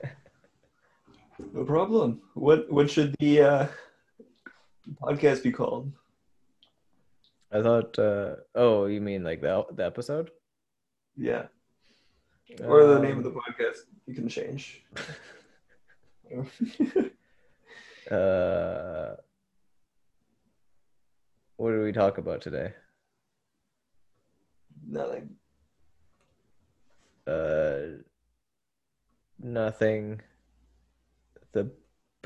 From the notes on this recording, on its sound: Zoom call.